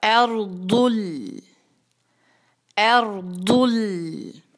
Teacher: لام ساکن جو ہے اس پر آواز کو جھٹکا نہیں لگنا چاہیے، کلکلا جیسا نہیں کرنا.